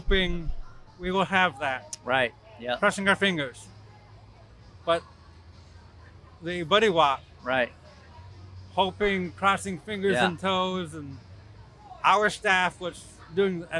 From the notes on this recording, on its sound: We’re back with another episode recorded at the World Championship Gumbo Cookoff in New Iberia, Louisiana.